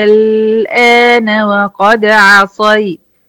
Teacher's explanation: هنا الهمزة الأولانية ممدودة بالألف، والألف المد ده بعديه حرف ساكن اللي هي اللام الساكنة · Term: مد لازم كلمي مخفف